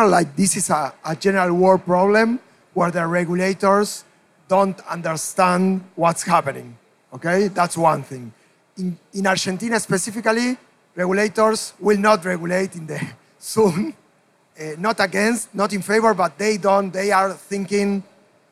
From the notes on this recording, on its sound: a live onstage panel as part of Blockchain Rio, on our very own Blockchain Insider stage!